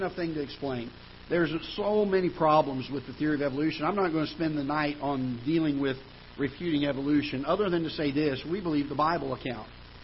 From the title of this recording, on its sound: Ketha Heights Baptist Church ~ Live Broadcast